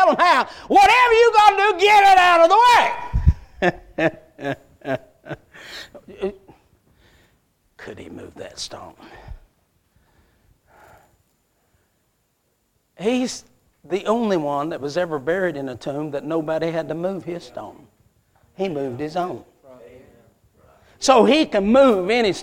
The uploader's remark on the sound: A message Preached at Crossroads Baptist Church